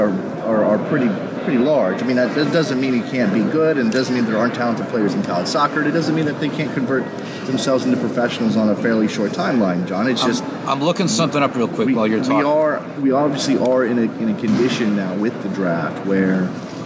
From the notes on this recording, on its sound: Live from the 2016 NSCAA Convention in Baltimore, Maryland.